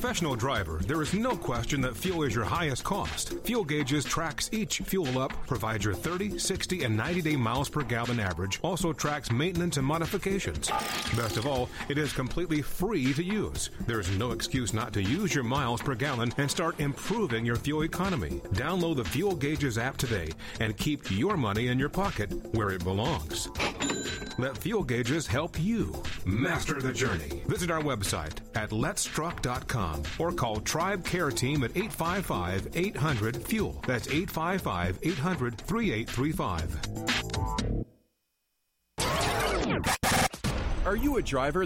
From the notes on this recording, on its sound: Questions from the AudioRoad. Call in Question and Answer Show.